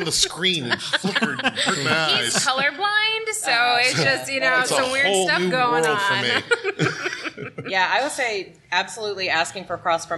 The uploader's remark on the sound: We have pulled together the audio from our Podcasting for Geeks panel from Comicpalooza 2019 in Houston, Texas.